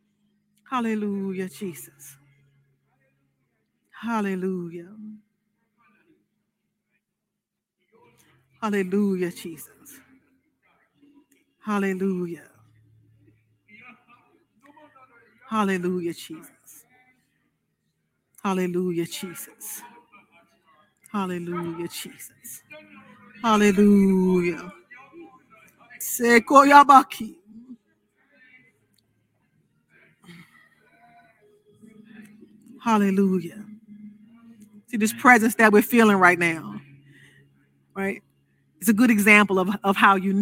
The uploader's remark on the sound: This sermon was recorded live on January 16th, 2022 at Newark United Pentecostal Church.